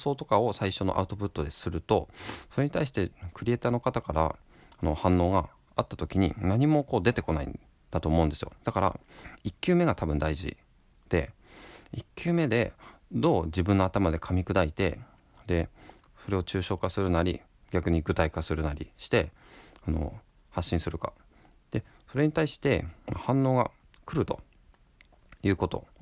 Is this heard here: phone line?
no